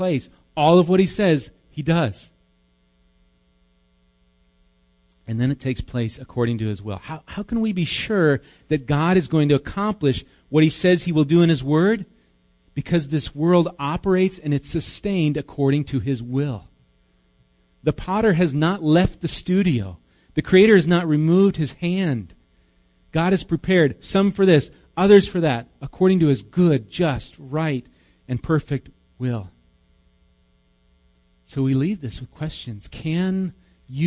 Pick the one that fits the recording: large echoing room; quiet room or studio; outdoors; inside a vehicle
large echoing room